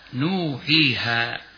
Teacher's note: وقد جمعت حروف المد الثلاثة في كلمة نوهيها، الواو وقبلها ضم النون، والياء الساكنة وقبلها كسر الحاء، والألف وقبلها فتح الهاء